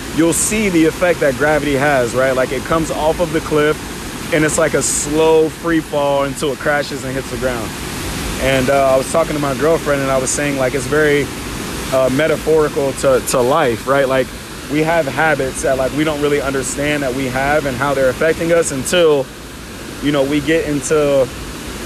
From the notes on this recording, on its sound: Live from Garwin Falls in Wilton, New Hampshire.